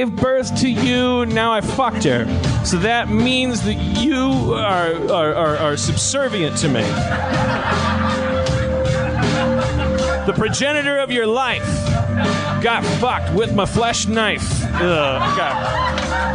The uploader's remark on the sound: Note: the audience was not mic'd this episode.